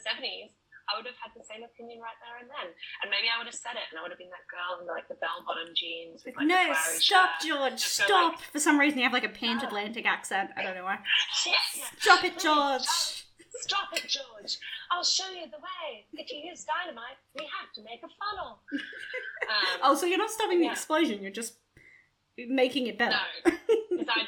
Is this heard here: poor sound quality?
yes